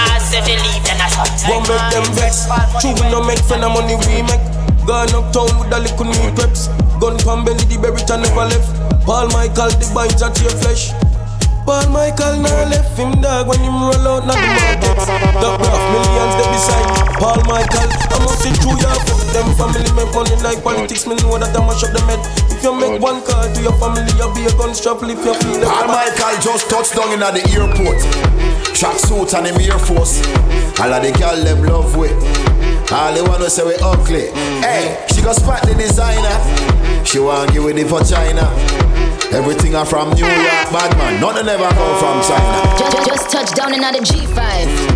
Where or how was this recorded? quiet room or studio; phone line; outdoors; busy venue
busy venue